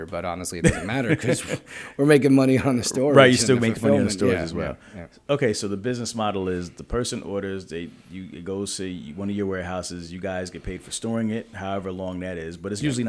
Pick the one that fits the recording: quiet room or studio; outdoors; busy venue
busy venue